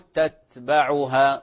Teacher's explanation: ونقول تتبعها صوت همس خفيف، ولا نقلقل، لا نقول تتبعها تتبعها، هذا خطأ.